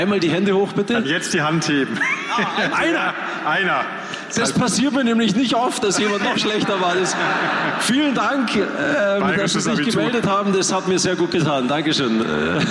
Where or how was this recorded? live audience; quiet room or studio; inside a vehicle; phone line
live audience